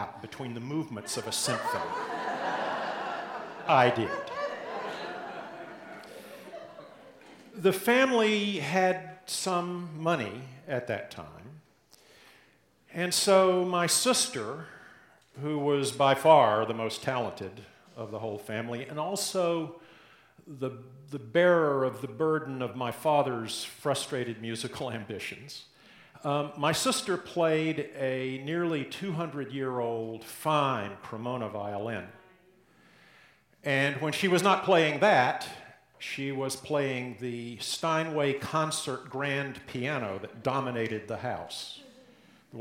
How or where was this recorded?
live audience